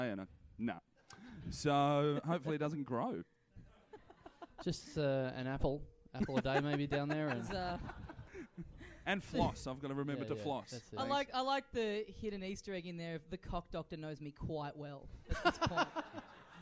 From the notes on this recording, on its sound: Recorded LIVE at Softbelly Bar